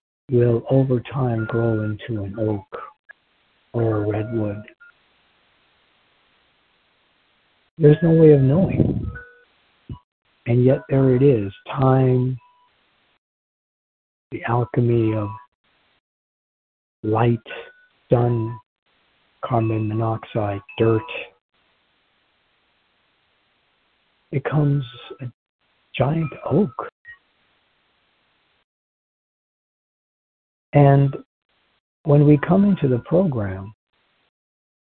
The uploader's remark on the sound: Phone Meeting.